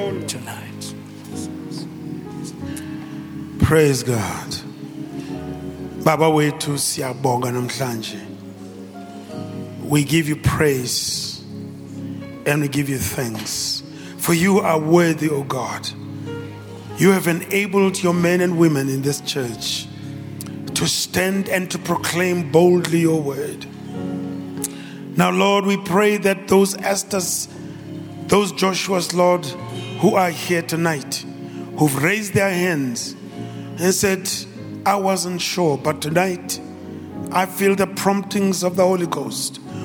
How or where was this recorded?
large echoing room